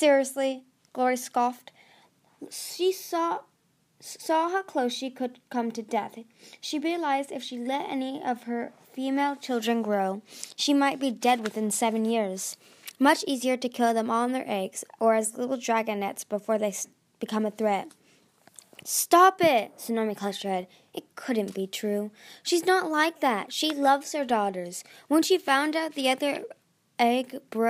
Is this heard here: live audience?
no